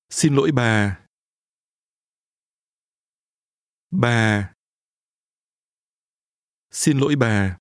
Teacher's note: Did your voice fall at the end? · Term: falling tone